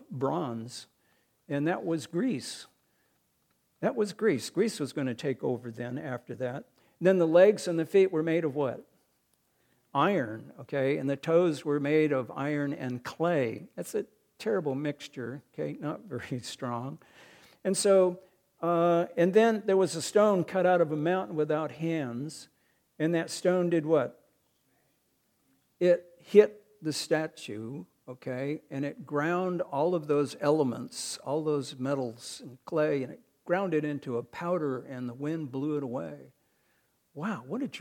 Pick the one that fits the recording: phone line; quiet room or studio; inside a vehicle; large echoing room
large echoing room